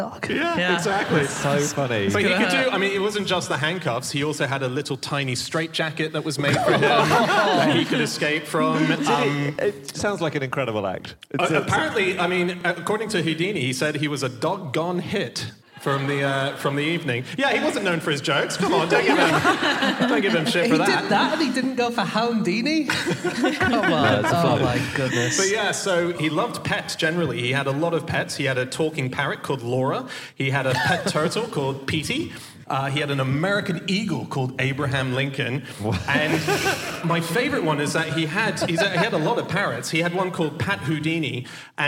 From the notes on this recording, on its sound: Live from Newcastle.